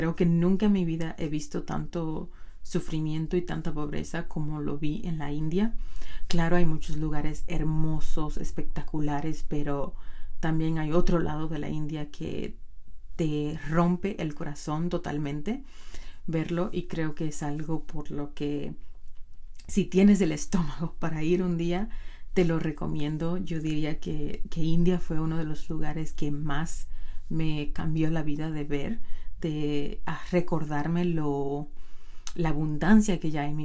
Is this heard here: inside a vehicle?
no